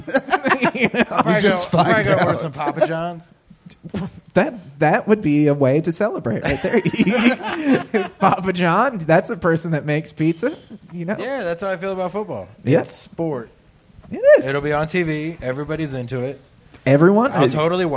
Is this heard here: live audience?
yes